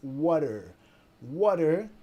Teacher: la T acá suena como una D, D, como un dog, ¿no?